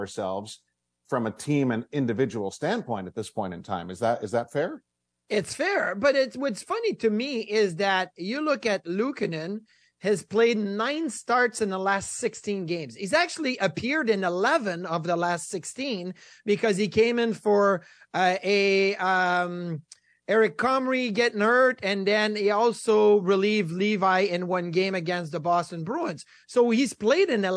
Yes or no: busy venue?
no